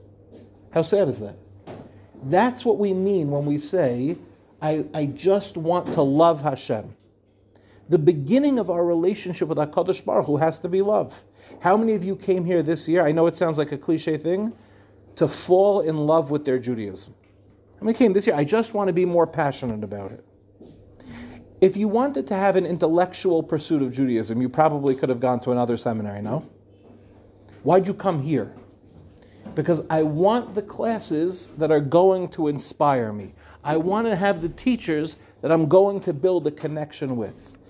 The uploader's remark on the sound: In this shiur, delivered in Sharfmans.